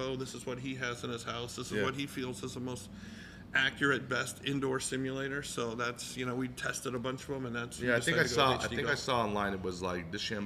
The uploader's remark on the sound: Live from Robo Golf Pro in Las Vegas